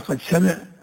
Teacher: ويمثلون لذلك بقوله تعالى قد سمع، فهنا الدال والسين متقاربان في المخرج لكنهم متباعدان في الصفات، لأن المخرج من طرف اللسان. أما الصفات فالدال مجهورة وشديدة وأيضا مقلقلة، والسين مهموسة ورخوة وصفيرية